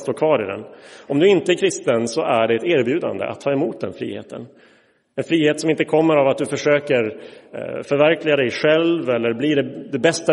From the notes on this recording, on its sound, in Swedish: Inspelad i Roseniuskyrkan